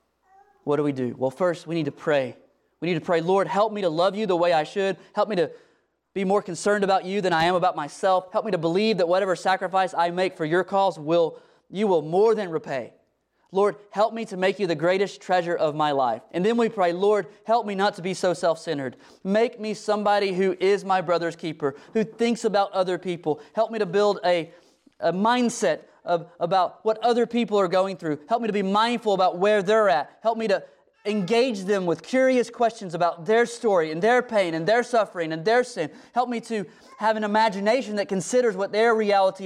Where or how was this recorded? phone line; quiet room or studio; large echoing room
large echoing room